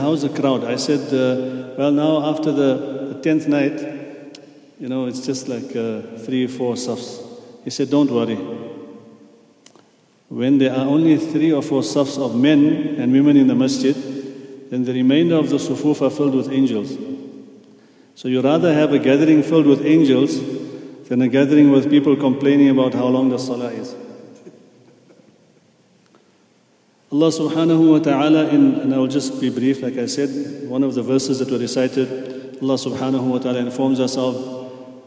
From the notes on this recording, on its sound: At the Houghton Masjid (West Street).